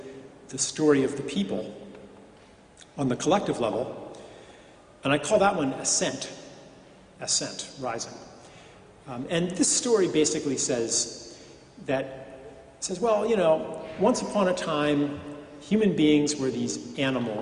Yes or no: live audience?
yes